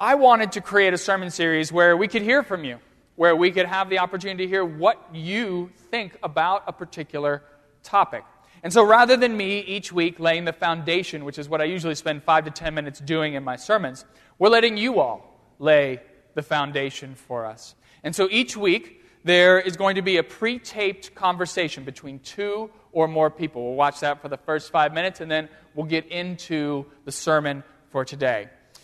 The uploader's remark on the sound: during the Crossroads service (9:30 am) on Sunday April 10, 2016, at First Presbyterian Church of Arlington Heights, Illinois